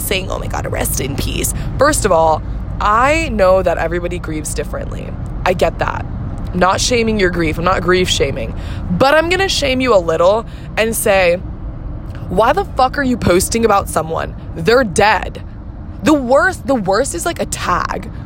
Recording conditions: phone or laptop microphone